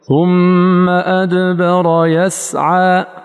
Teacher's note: فإذا قلت ثم أدبر يسعى، زمن مكثك على السين يساوي زمن الساكن في الدال، ولكن لننتبه أن زمن تحقيق الدال ليس كزمن تحقيق السين، وهذا معنى أن الإخوة يمكث عليه أكثر من الشديد، ولكن زمنه الذي هو في الكلمة واحد. · Term: القلقلة